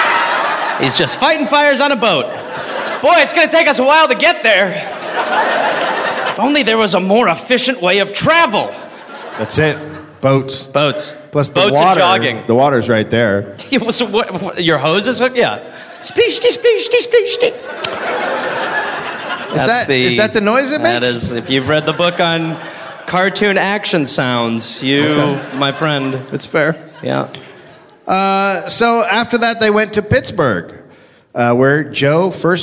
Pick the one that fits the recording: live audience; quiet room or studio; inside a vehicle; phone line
live audience